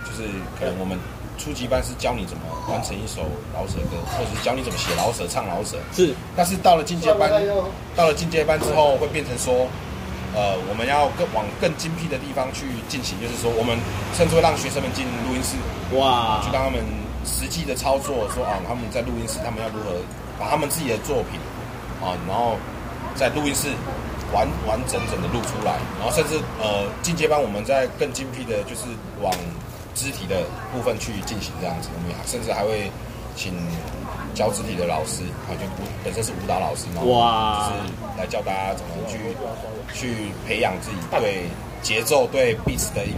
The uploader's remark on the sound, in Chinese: 錄音地點：台南 牽咖啡。